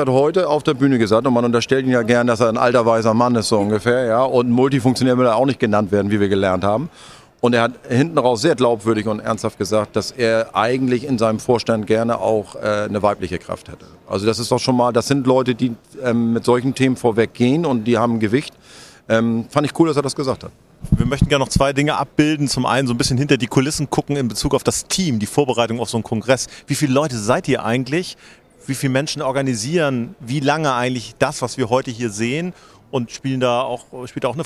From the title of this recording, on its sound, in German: live vom SPOBIS